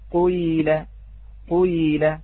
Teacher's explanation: خلط بداية الحركة بالحركة، خلط صوت الضمة بالكسرة ثم الناتج عنها الياء · Term: خلط الحركة بالحركة